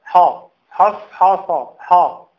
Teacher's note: يعني لا تفخم الحاء من حصحص، هي الحاء لا تفخم في القرآن كله